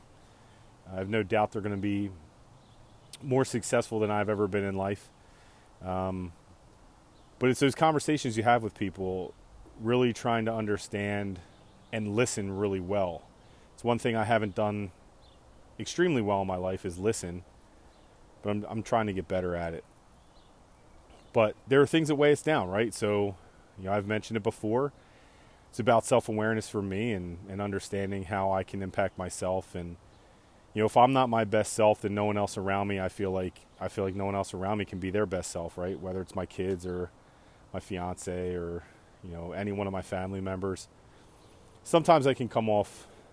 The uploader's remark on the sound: Outside smoking a couple pork loins and ribs riffin on some thoughts.